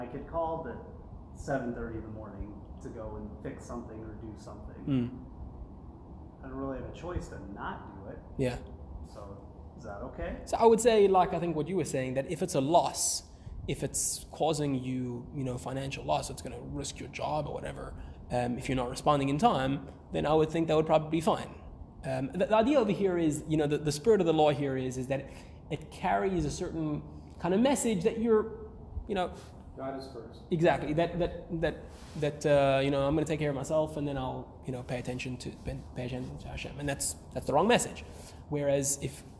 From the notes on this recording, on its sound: Recorded live at The Torah Center ATL on June 6, 2023